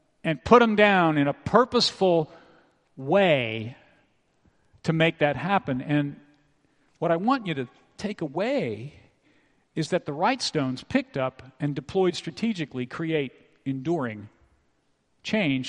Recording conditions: large echoing room